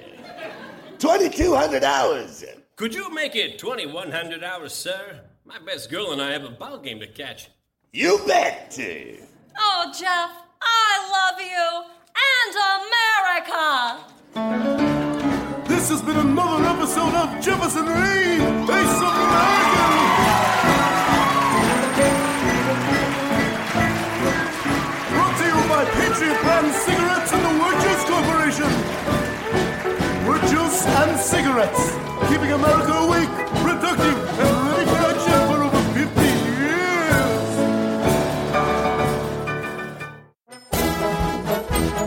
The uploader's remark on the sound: Recorded Live 1/8/2011 at Largo, Los Angeles.